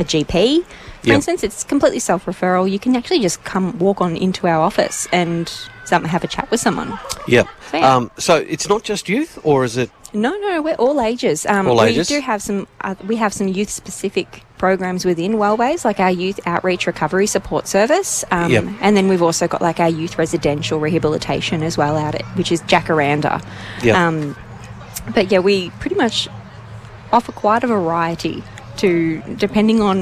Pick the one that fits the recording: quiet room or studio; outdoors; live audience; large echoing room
outdoors